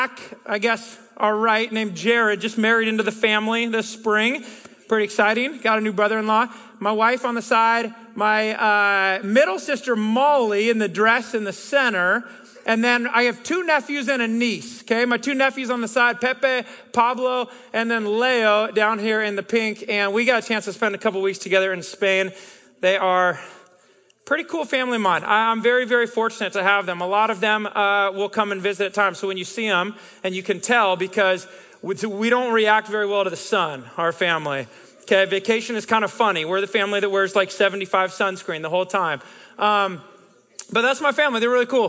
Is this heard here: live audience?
yes